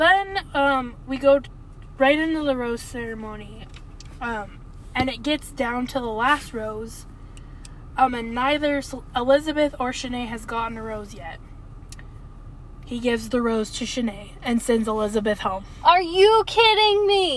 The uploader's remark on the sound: The Car Pod. Podcasting from the car!